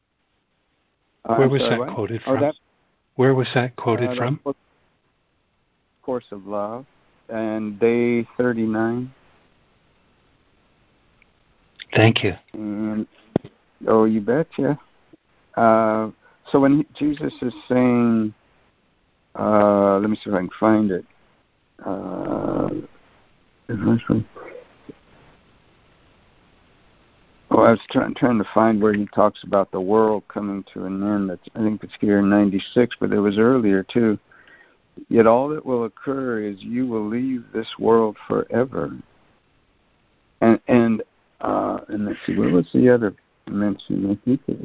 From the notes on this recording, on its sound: ACIM Daily Conference Call